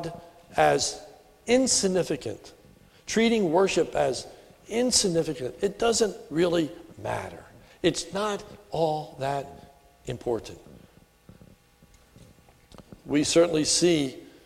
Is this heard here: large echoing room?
yes